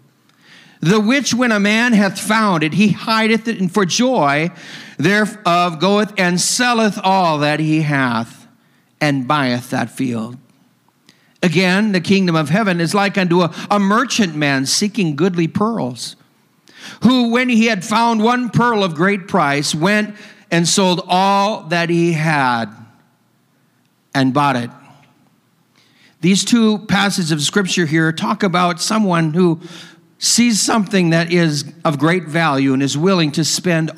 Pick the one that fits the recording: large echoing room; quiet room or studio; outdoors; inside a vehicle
large echoing room